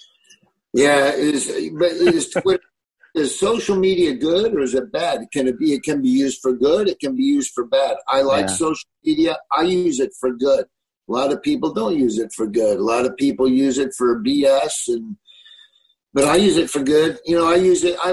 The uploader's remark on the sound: From his kitchen in Nebraska to talk over Zoom.